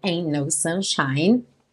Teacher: Esse T do ain't some e a gente liga os dois N's